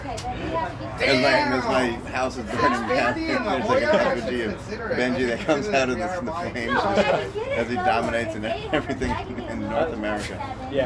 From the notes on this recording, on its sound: Live from Good Guys Tavern in El Cajon.